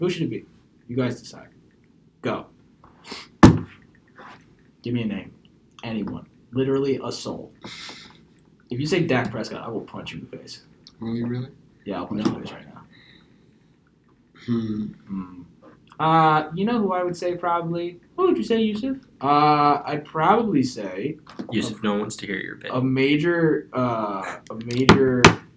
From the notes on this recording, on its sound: Due to some *technical* difficulties this is a bit of a strange one.